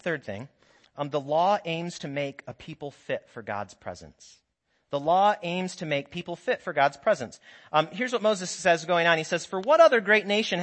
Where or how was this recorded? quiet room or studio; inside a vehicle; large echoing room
large echoing room